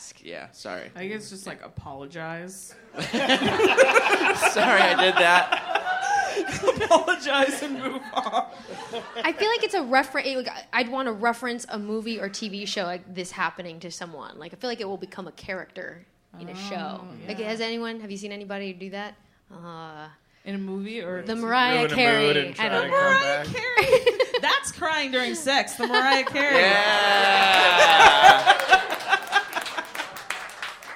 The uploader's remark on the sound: Live at Bridgetown Comedy Festival